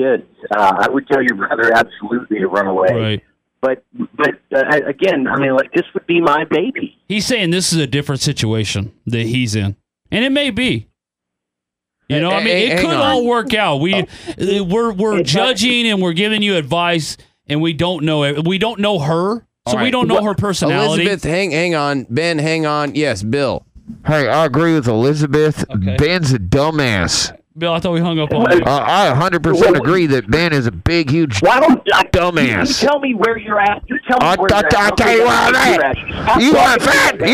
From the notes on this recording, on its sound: New caller call into the show, and he's on fire.